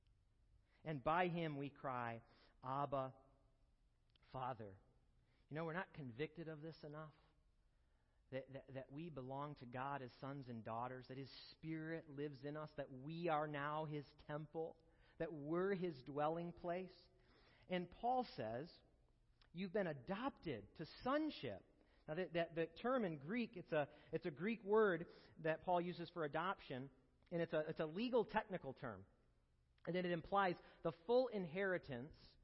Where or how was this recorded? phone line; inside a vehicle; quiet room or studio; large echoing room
large echoing room